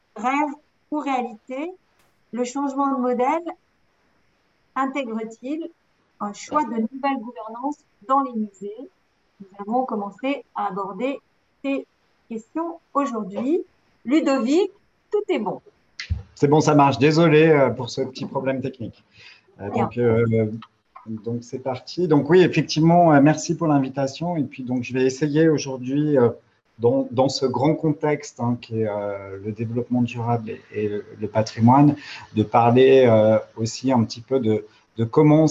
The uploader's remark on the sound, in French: Séance enregistrée le 23 septembre 2021 sur Zoom.